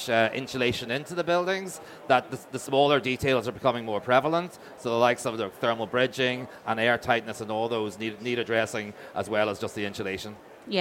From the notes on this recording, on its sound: We caught up with them at Selfbuild Live Belfast 2023